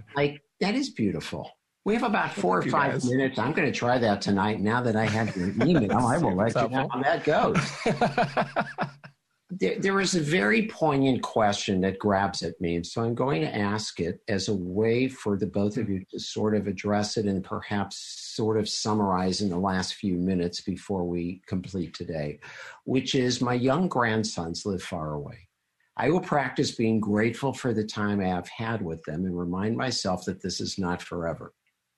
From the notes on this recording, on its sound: This program took place and was recorded live via video conference, for an online audience only, and was live-streamed by The Commonwealth Club of California from San Francisco on November 10th, 2020.